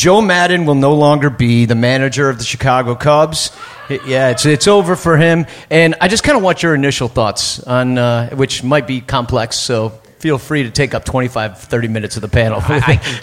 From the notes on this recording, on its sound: Live From Gman Tavern in Chicago!